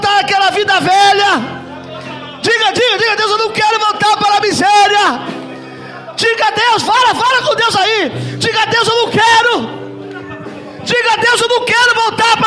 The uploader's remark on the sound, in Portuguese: Mensagem gravada em 12/02/2023 - Culto da Família